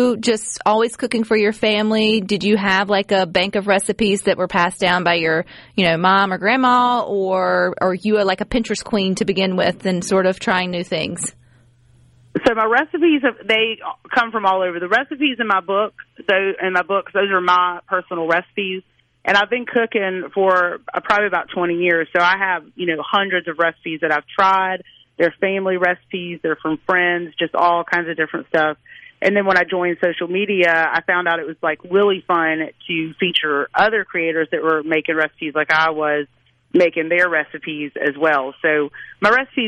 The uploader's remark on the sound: joins the conversation by phone